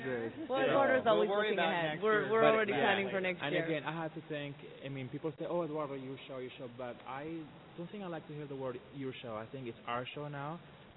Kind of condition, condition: setting, busy venue